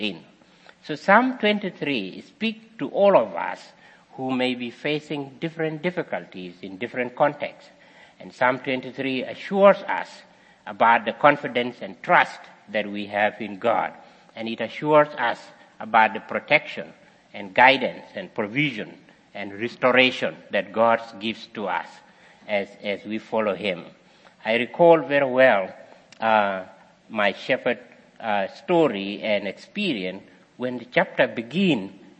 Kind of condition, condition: setting, large echoing room